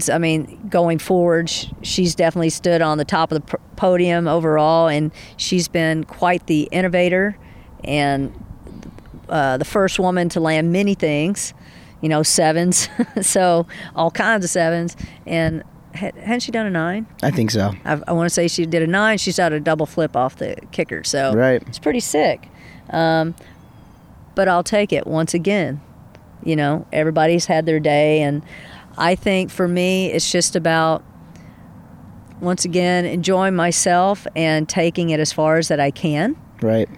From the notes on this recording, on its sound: Recorded outside. Cathy’s Bed and Shred on Clear Lake. Recorded in Austria.